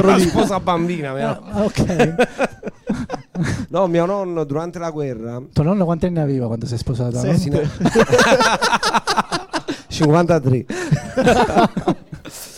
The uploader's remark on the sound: Registrazioni LIVE al GhePensiMi e partecipare come pubblico (ingresso gratuito fino a esaurimento posti). Live dal GhePensiMi.